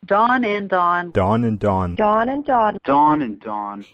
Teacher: In many areas of the United States, the man's name Don, D-O-N, and the woman's name Dawn, D-A-W-N, sound the same. · Term: low back merger